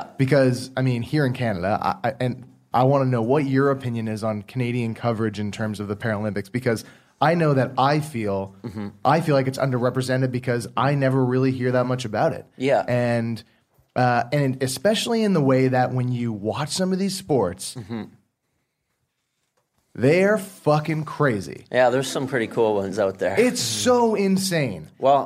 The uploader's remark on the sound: Our live recording from Movember house in Toronto.